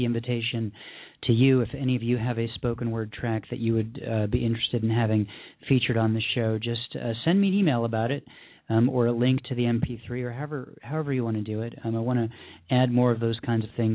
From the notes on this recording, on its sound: readers who called in from San Clemente, CA, Newark, NJ, Rochester, NY, Tucson, AZ, Desert Hot Springs, CA and Phoenix, AZ